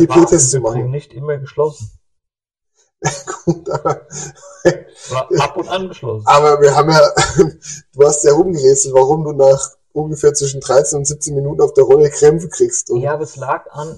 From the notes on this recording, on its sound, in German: leider kein grandioser Ton